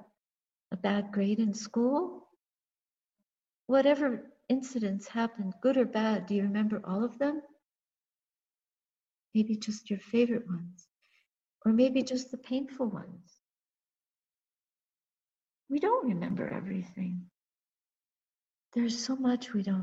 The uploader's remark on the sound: A talk given in a Toronto Theravada Buddhist Community (TBC) zoom during the COVID-19 pandemic.